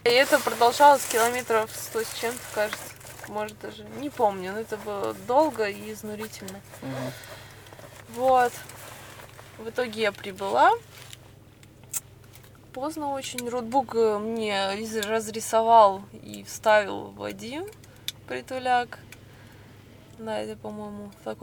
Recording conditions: outdoors